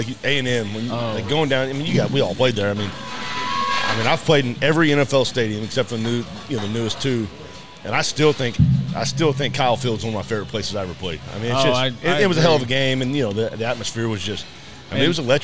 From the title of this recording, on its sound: Live at Clark Crew BBQ